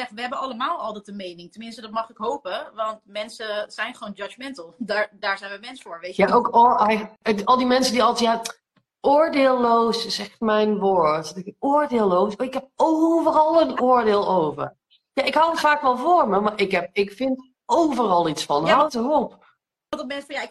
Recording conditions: video call